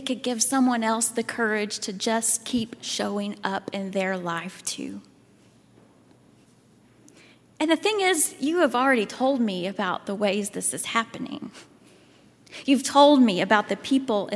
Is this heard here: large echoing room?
yes